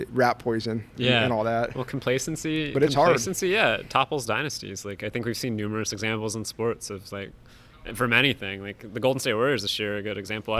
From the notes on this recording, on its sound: On the first day of Big 12 Media Days. At AT&T Stadium.